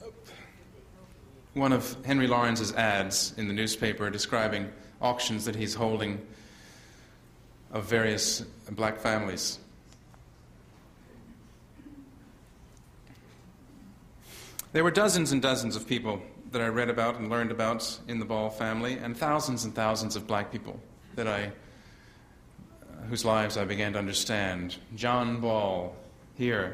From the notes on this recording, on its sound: delivers the keynote speech at the annual meeting of the San Diego Historical Society.